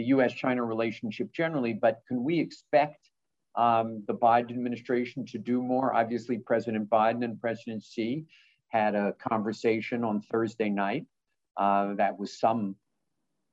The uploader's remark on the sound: The National Committee on American Foreign Policy and the National Committee on U.S.-China Relations hosted a virtual program.